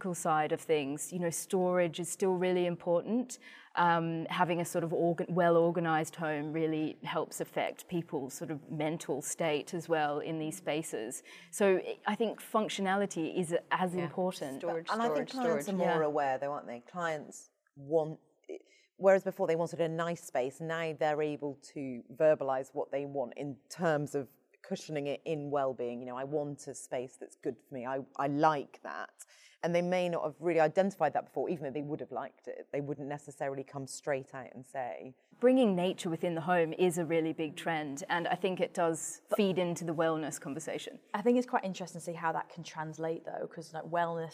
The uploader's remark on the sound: This epsiode is recorded at the Peter Jones store in Sloane Square